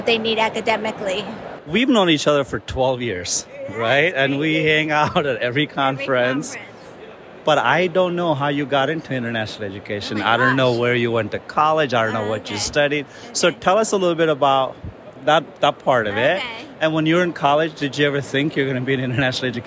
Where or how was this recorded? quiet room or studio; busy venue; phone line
busy venue